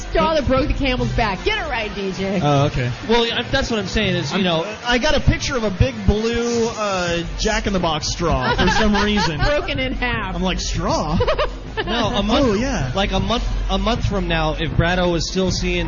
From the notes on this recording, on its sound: broadcast live from the House of Blues in Anaheim.